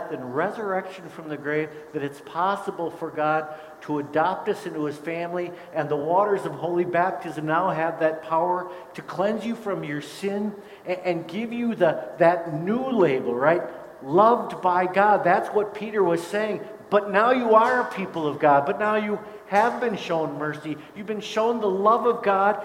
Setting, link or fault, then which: setting, large echoing room